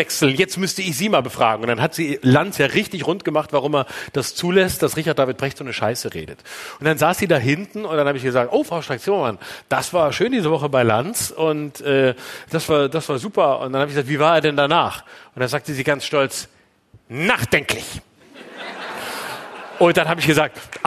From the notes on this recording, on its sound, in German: Das Finale live im Tipi. Die 500 Livezuschauer im Tipi am Kanzleramt.